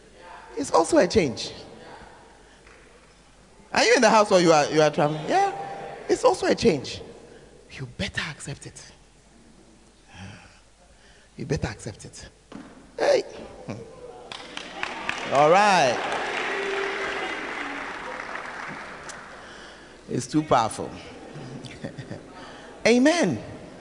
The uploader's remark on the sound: Preached At The 12 Foundations Of The Bacenta Camp